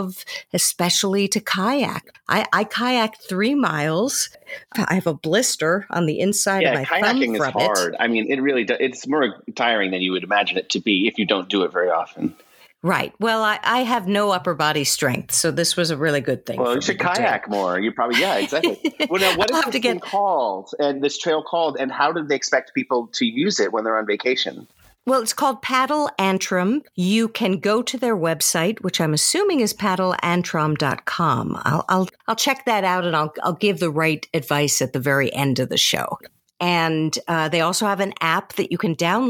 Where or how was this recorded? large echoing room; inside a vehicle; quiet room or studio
quiet room or studio